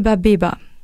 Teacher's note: le système phonologique alsacien ne fait pas clairement la différence entre les sons P et B